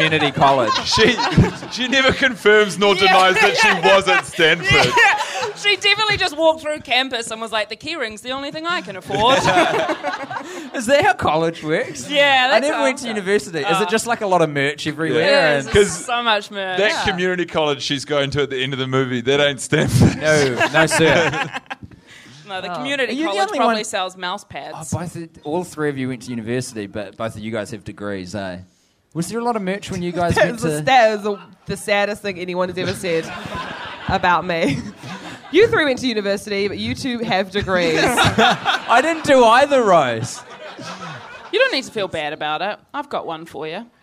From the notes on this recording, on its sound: a one-off Little Empire extravaganza taped live in Melbourne, Australia